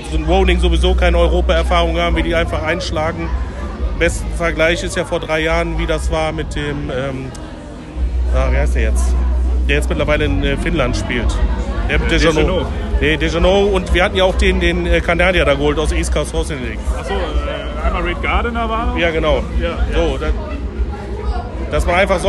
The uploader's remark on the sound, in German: war auf der Saisonabschlussfeier im Dome mit dem Aufnahmegerät unterwegs und hat ein paar Stimmen eingefangen.